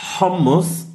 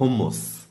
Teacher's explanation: der Unterschied ist, dass das H hauchiger sein muss · Shown in: first take · Es ist so fast wie, wenn du sagst lächeln, also nicht ganz, aber das H hat so mehr Volumen.